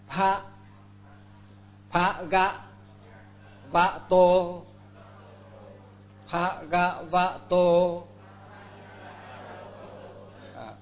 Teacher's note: giống như người Nam mà người miền Nam mà đọc chữ V đó, V nó ngậm cái miệng lại cái đó rồi mới mở ra